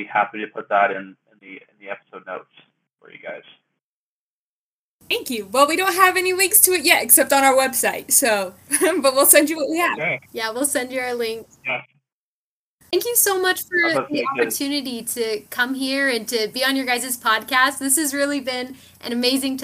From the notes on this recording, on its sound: Due to technical difficulties, our software utilized the incorrect microphone somehow during recording. While some of the audio is less then our usual quality.